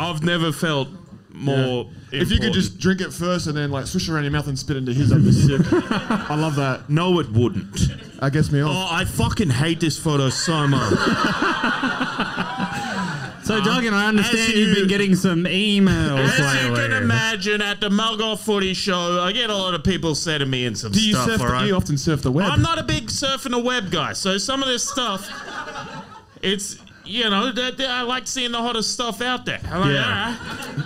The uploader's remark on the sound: The second half of our Melbourne Live show